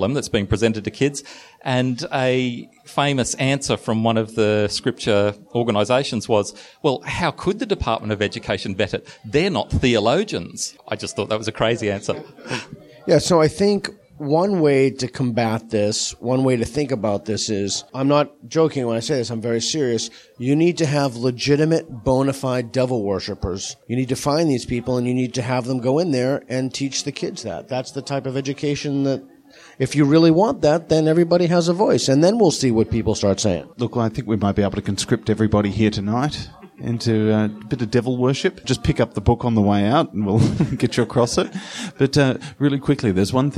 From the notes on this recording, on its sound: In front of a live audience in Sydney.